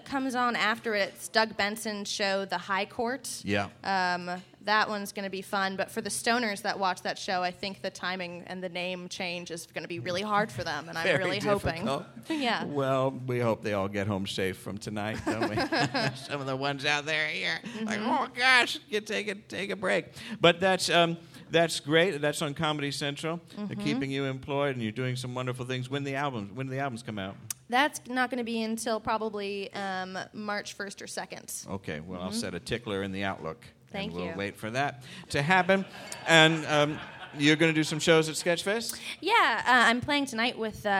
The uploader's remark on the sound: Live From SF Sketchfest. Marches into the rain-soaked streets of San Francisco for a special live edition of the program at the 16th Annual SF Sketchfest, presented by Audible.